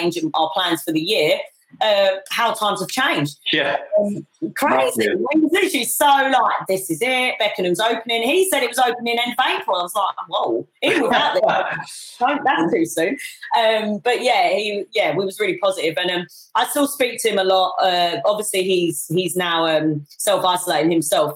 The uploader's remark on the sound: instead she joined me for this live webinar